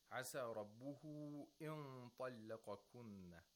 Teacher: The first time he said طَلَّقَكُنَّ، the lam had tarqiq.